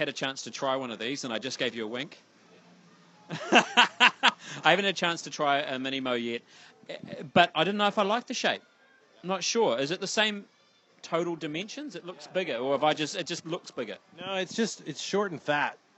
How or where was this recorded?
busy venue